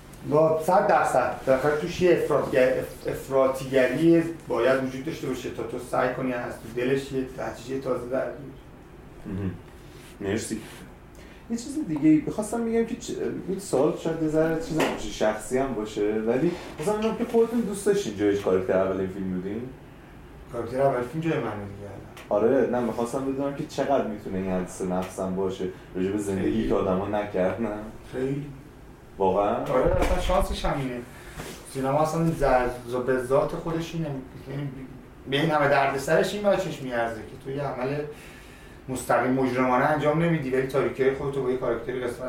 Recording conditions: poor sound quality